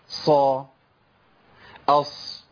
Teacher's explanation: سامعين صوت الصفير والهمس